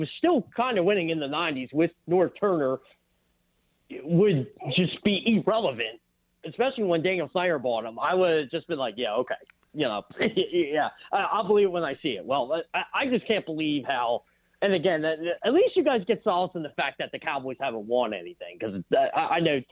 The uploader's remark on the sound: opens the phones to hear from the listeners